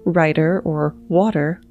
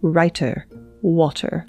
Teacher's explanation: While those sounds were reduced, emphasis was put on T's. In American English, we often produce a T in the middle of a word, like writer or water, as if it were a D. Transatlantic speakers pounce on that T